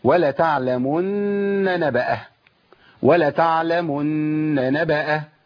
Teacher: لازم ابين ثلاث نونات، نون مشدده بقف عليها بحركتين وبعد كده نون متحركه